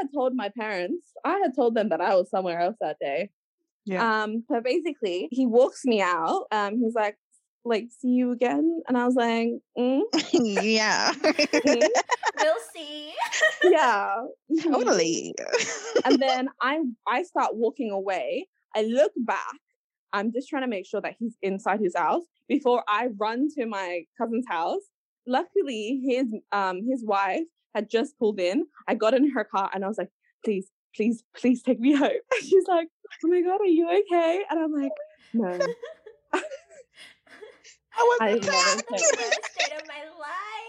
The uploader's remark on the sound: Unfortunately we are currently in lockdown so the audio may be a little rough as we're all recording in different parts of Sydney [shoutout to zoom]